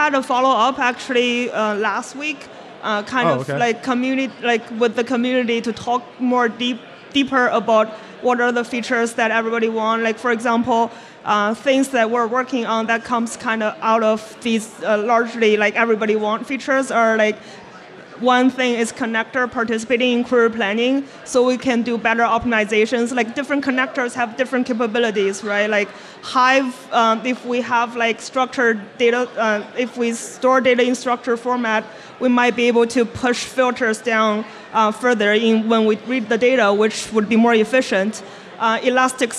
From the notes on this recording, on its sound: At F8 2019. Live broadcast from San Jose.